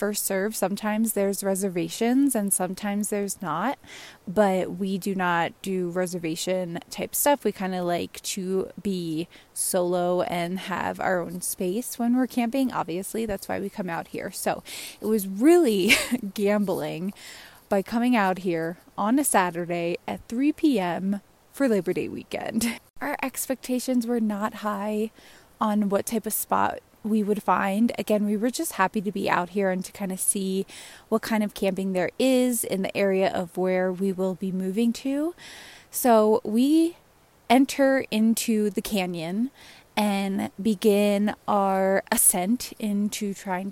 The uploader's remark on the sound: Recorded out in the WY/MT wilderness, another lesson and reflection I experienced when my phone went into airplane mode and I could just sit in nature.